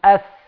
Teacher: الثاء من ظهر طرف اللسان مع اطراف الثنايا العليا.